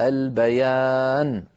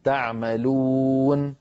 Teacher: فتحة النون تزول ويصير بدلا منها سكون · Term: سكون عارض